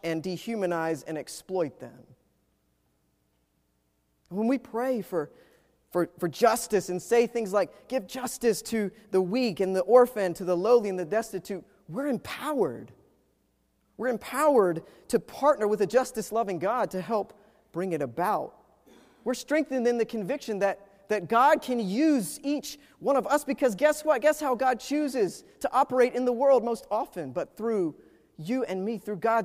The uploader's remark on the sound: Preached at Wake Forest UMC